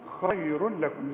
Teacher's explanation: تنوينه بعد لام ادغام كامل لكن بدون غنة تقول خير لكم زي ما قلنا ايه كره لكم برضو خير لكم ما تزلش.